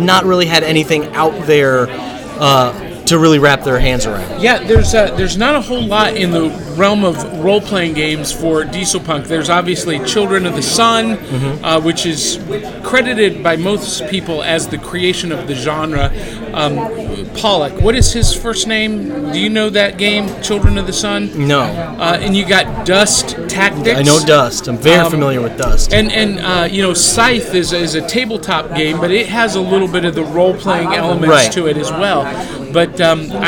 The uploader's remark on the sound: comes to you live from Imaginarium 2017